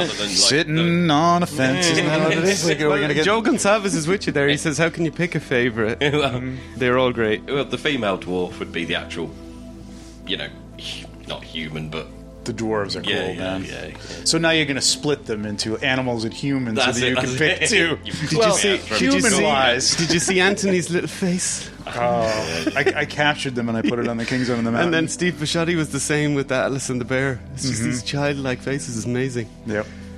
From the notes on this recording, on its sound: This one was recorded in New Jersey at Legions Con 2023.